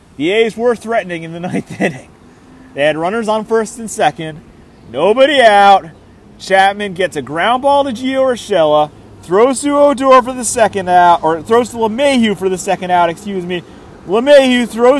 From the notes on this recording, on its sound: Live from Pike and Rose in Rockville, MD.